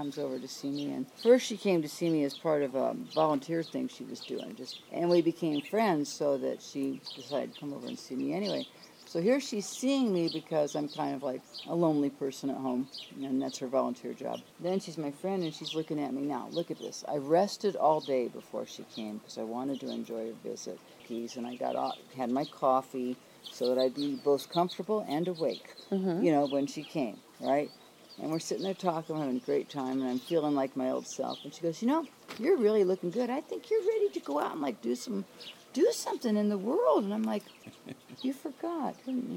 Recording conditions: sounds in the background